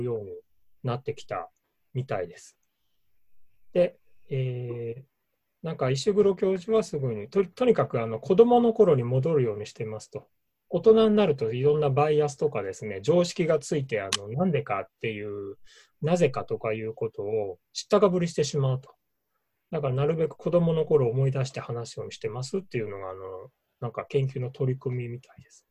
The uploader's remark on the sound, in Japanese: ミーティングZOOM会議